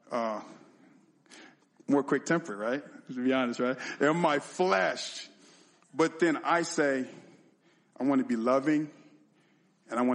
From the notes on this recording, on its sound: sermon and communion at our 2/18/2024 Sunday Service